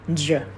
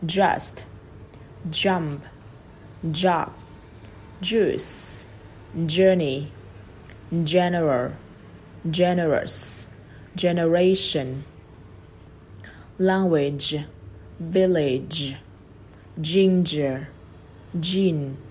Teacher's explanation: Và nó là khẩu hình tròn miệng, nó giống âm ch nhưng âm ch là ch, ch bật hơi. Còn cái âm j j ở cổ là có rung